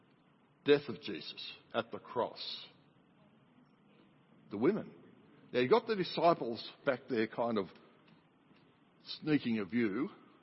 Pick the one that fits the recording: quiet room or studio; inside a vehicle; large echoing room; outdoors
large echoing room